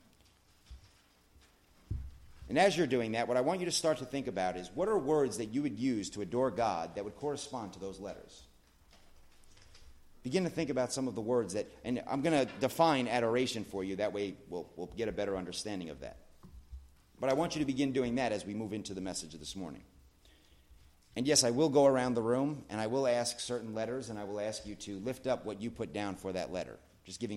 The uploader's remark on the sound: at The Blue Point Bible Church